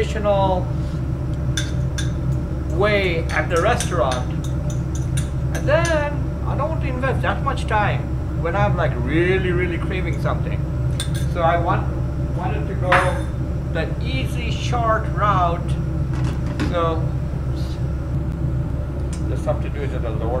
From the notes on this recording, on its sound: A special recipe live from the kitchen of New Delhi restaurant.